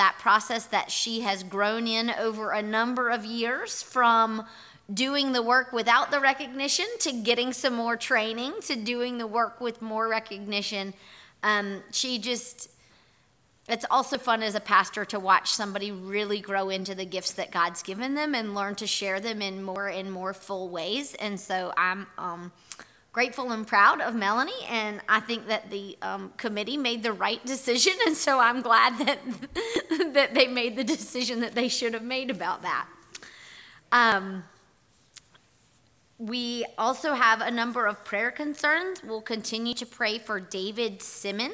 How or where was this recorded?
large echoing room